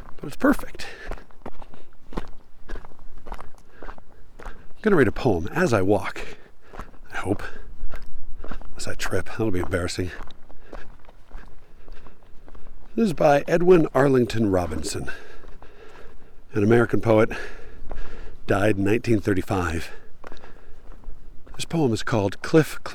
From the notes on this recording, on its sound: It's a lunchtime post -- or, rather, it's a lunchtime recording. I took a hike at lunchtime and recorded while I was hiking (literally, which is why my breathing is a little more apparent than usual).